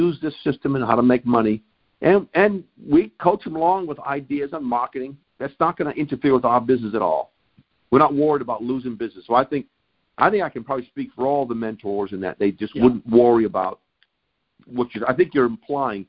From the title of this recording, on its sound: Gold Club Q&A Call